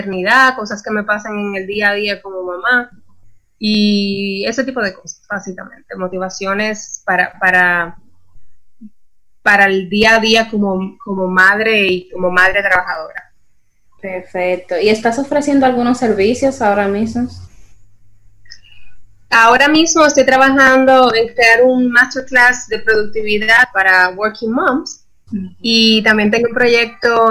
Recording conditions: poor sound quality